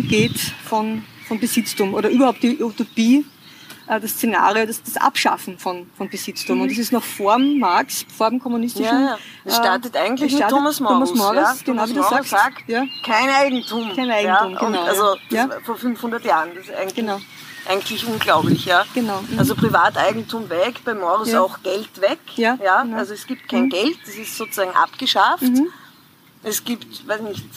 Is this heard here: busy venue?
yes